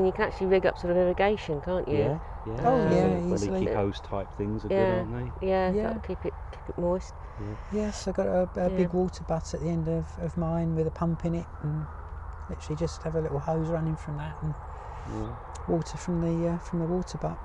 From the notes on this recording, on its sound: Recorded live, in a polytunnel on the hottest day in February on record